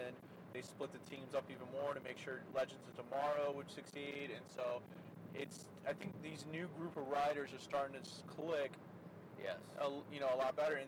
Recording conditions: inside a vehicle